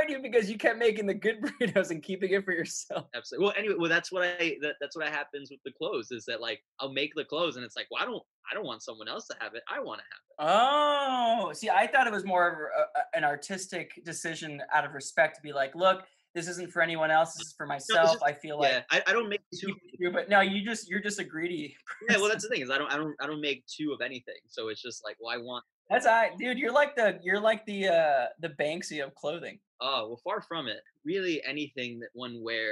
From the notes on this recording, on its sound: Via video chat all the way from New York City. I knew this was going to be a weird dive into the web-chat world but I decided to jump on the "Zoom" train along with everyone else.